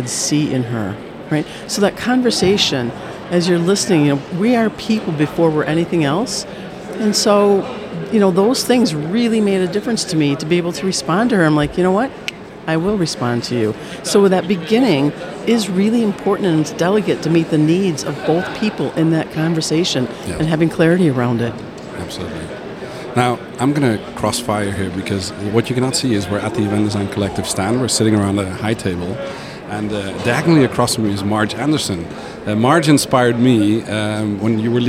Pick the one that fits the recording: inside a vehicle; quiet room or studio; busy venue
busy venue